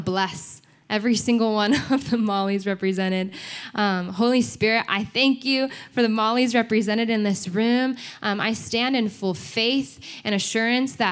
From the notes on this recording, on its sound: Recorded sunday evening service at Reunion Hawaii